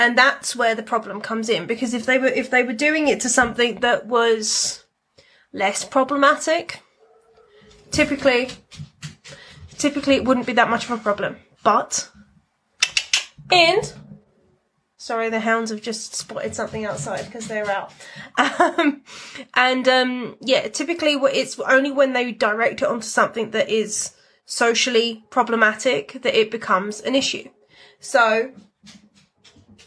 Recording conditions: phone or laptop microphone